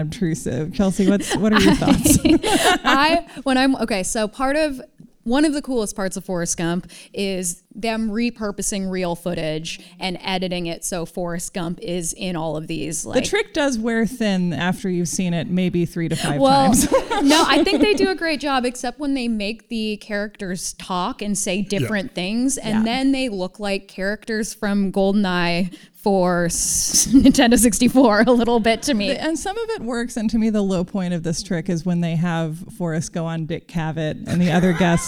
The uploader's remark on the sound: LIVE ON STAGE AT THE GATEWAY THEATER IN SAN FRANCISCO